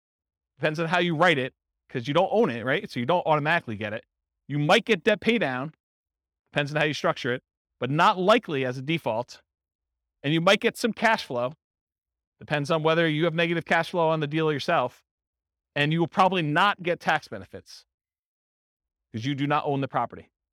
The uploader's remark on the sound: This was a live class recorded